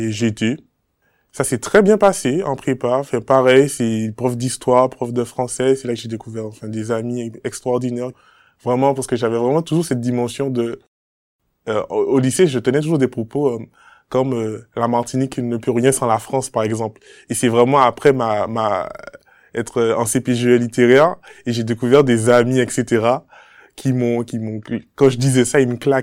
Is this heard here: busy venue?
no